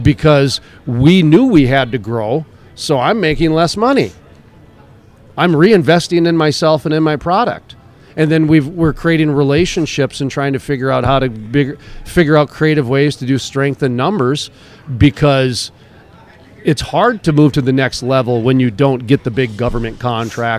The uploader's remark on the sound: live from the Permian Basin Association of Pipeliners Annual Cookoff in Odessa, Texas